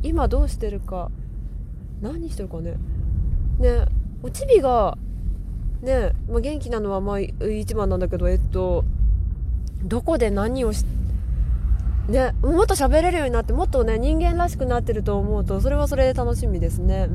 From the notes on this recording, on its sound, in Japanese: 車の中からお送りします。